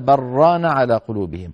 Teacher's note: إذا وصلوا بل ران يدغمون اللام في الراء